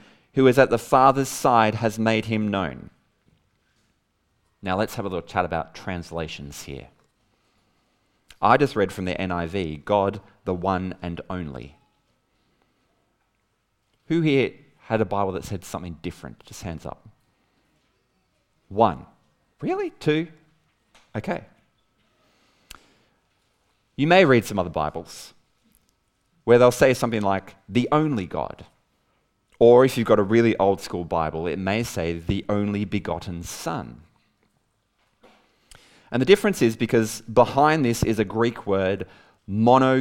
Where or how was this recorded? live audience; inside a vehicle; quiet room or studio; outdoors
live audience